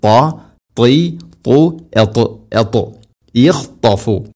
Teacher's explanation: ത ഉച്ചരിക്കുന്ന സമയത്ത് നാവിൻ്റെ മധ്യഭാഗം അണ്ണാക്കിലേക്ക് ചേർന്ന് നിൽക്കണം. അത് പ്രധാനപ്പെട്ട ഒരു സിഫത്താണ് ഈ തുബാഖ എന്ന് പറയും.